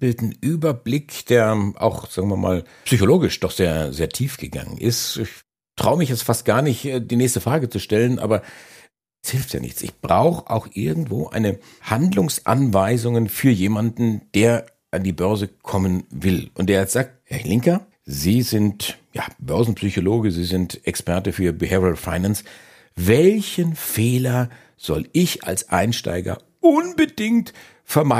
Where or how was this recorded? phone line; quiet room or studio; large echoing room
quiet room or studio